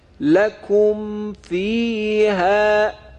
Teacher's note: اظهار میم ساکن در نزد حرف فا